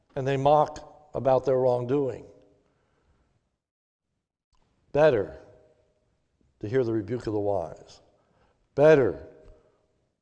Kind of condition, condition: setting, large echoing room